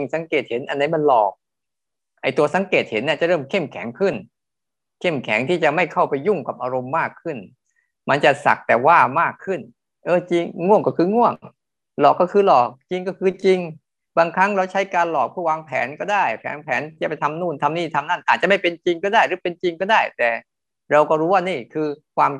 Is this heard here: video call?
yes